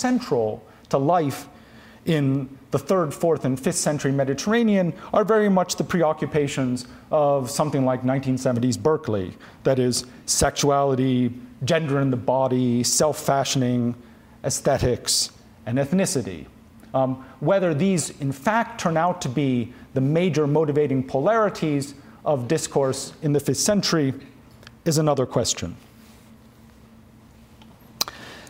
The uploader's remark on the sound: This audio recording was originally presented as an illustrated lecture.